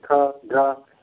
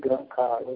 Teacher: The difference in ka and ga, if you put your hand in your throat and say ka, ga, you'll see that with ka, the word is articulated in the same place in the throat, but with ga, there the vocal cords are moving. They call it voiced